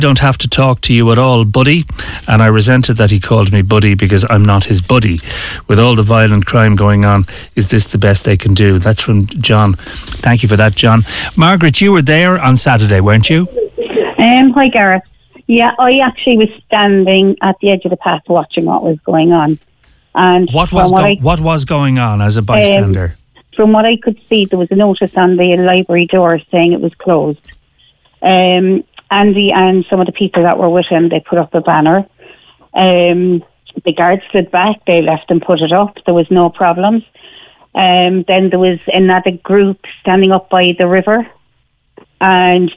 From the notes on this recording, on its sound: takes calls with listeners